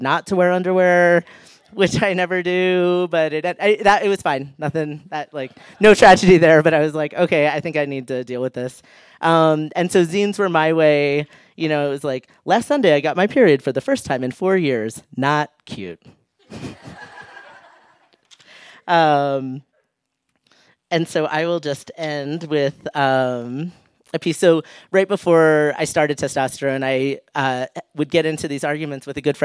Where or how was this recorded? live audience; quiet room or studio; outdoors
live audience